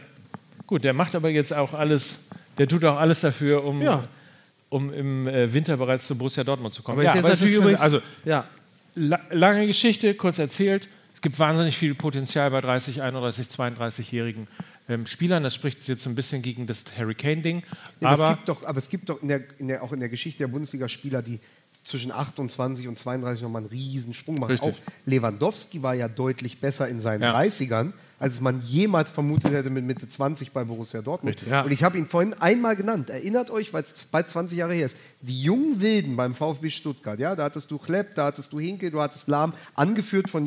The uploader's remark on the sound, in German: LIVE AUS DÜSSELDORF. Unser Live-Auftritt vom 16. Aus dem Savoy-Theater in Düsseldorf.